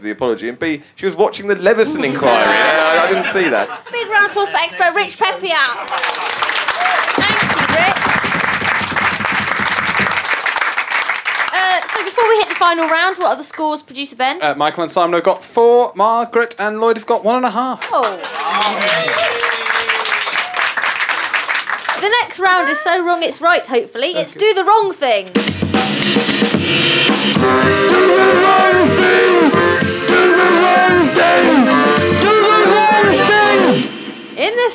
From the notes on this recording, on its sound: Recorded at the Pleasance in Edinburgh